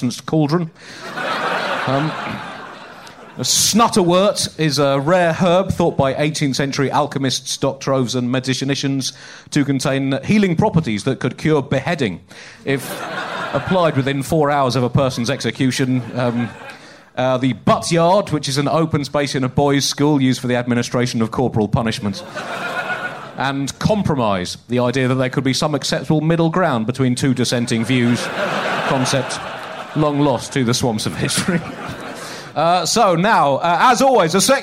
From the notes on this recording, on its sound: a live show from Batmania